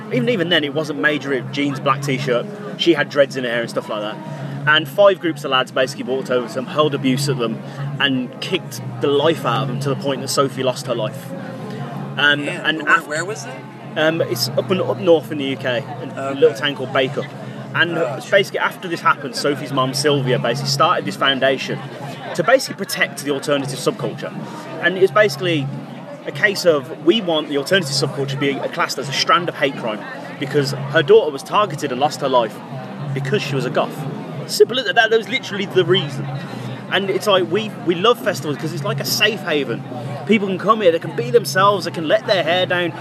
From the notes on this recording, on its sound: From our 'Live from 2000 Trees 2023' series.